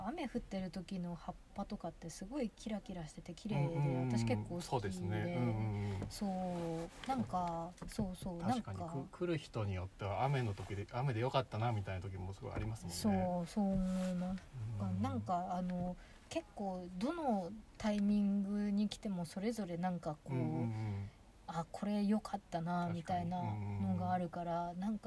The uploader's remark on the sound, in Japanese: 今年5月に荒山林業さんが企画された集材の見学会の後、車の中でお話をしています。